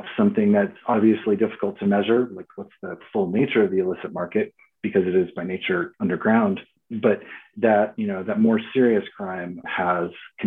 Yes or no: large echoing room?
no